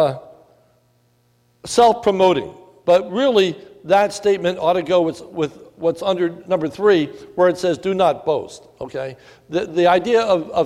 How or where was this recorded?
large echoing room